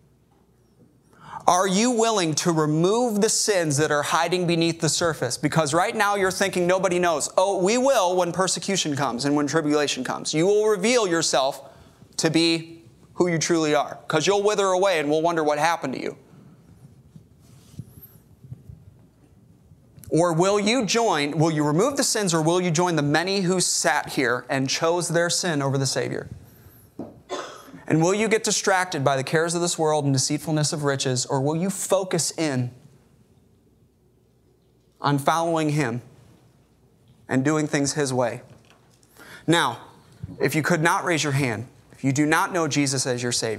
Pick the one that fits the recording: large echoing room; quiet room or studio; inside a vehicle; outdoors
large echoing room